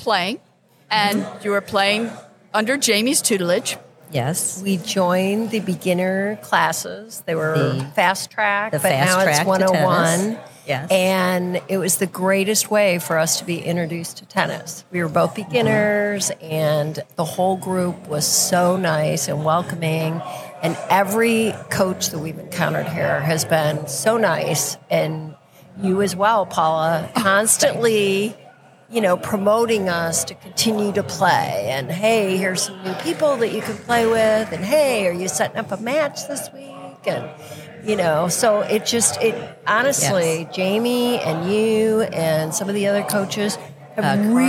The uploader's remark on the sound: Live at the Collegiate Open. At Bonita Bay Club.